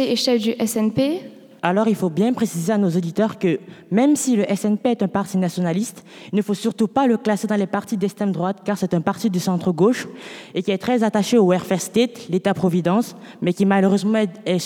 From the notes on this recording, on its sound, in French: une émission de radio en direct et en public à Lille